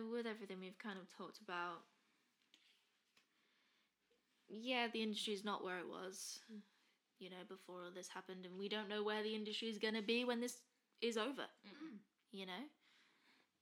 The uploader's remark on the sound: Microphone trouble